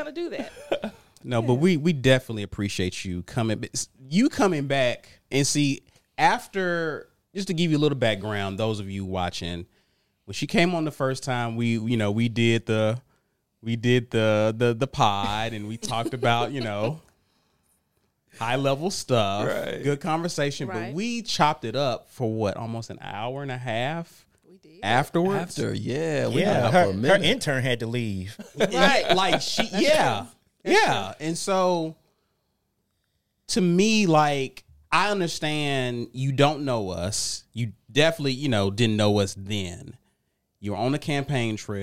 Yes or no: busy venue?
no